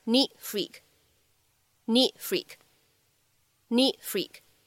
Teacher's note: need freak 出现在一起的话呢，会有一个不完全爆破